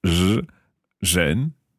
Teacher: And again, what I'm doing to make that sound is basically saying a z, but I'm taking my tongue backwards in my throat